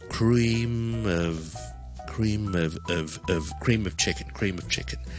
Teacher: 我哋再拉慢少少去听 cream of chicken，咁都系楞埋前面个 m 啦